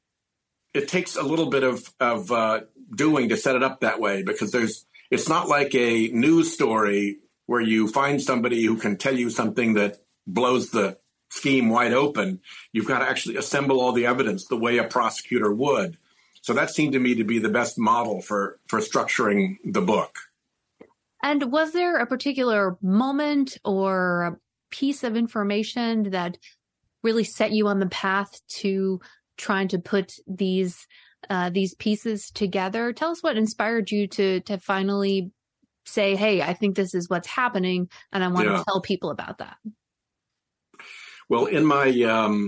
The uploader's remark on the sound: This program was recorded via video conference on November 7th, 2022 by the Commonwealth Club of California.